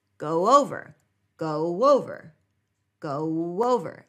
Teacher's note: as if we inserted a W sound in there